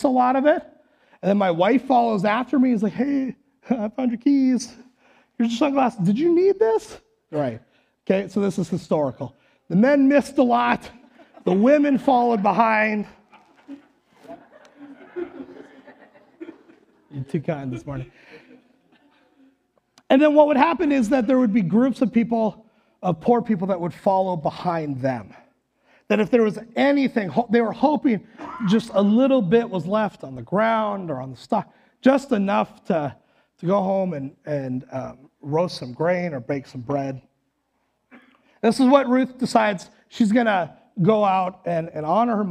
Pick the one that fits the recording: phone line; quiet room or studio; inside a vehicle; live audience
live audience